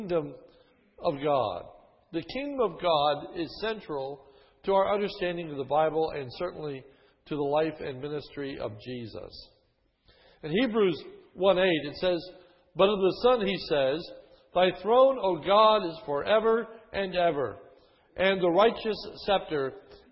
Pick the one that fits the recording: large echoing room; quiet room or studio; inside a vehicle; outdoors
large echoing room